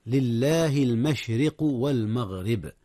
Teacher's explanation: لله المشرق والمغرب، وقبل القلقلة ترقيق الراء المشرق، لأن الراء مكسورة، وكذلك المغرب، فالراء إذا وقعت مكسورة رققت.